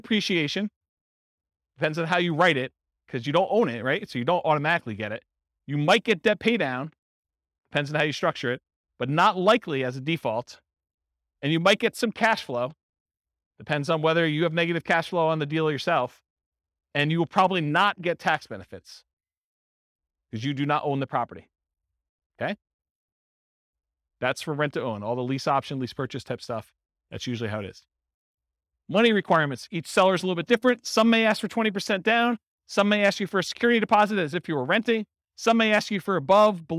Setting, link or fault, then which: setting, live audience